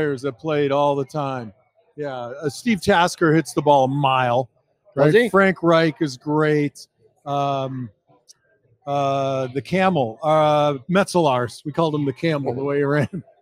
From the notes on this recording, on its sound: LIVE From Imperial Series. For a sit-down conversation taped live from Imperial Pizza in South Buffalo.